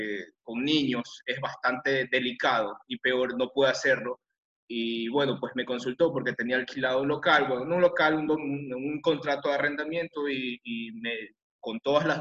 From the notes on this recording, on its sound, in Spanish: a través de la plataforma ZOOM